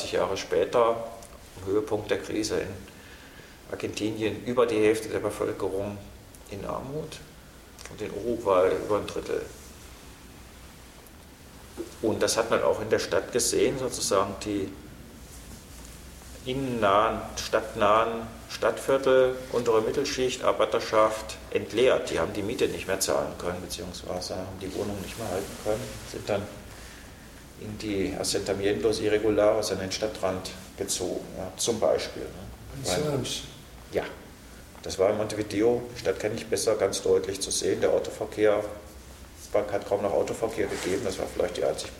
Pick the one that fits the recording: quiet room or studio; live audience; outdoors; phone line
live audience